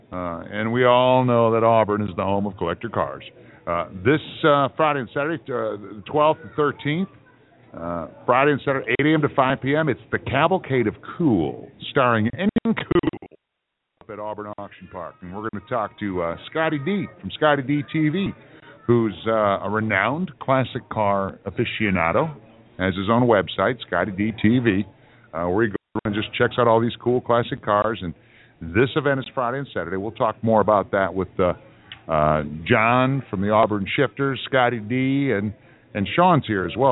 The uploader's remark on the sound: Live from Wrigley Field Bar and Grill